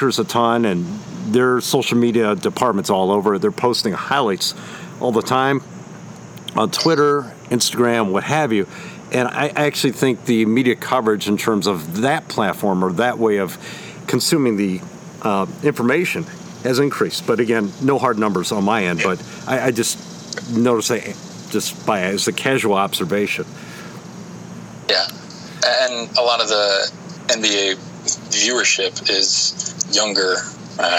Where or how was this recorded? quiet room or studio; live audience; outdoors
outdoors